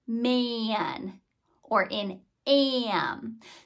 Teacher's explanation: the reason that A is whiny is because it's in front of one of those nasal sounds